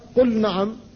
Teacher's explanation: فاللام ساكنة والنون بعدها محركة وهي مجانسة لها لكن لا ادغام، لا يجوز أن تقول قل نعم بل تقول قل نعم.